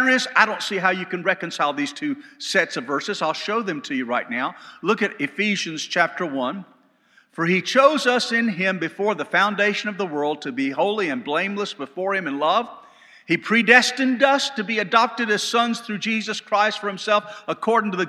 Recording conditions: large echoing room